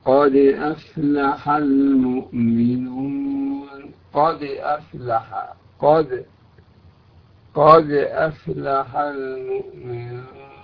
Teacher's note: إذا سكنت الفاء وجب على القارئ والقارئة أن يبين همسها